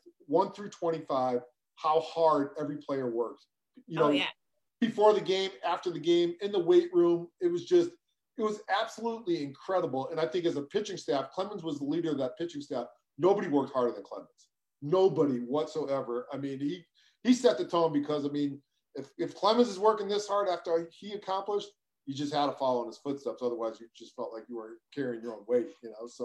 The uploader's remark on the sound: Live zoom conversation with former players announcers media and many more.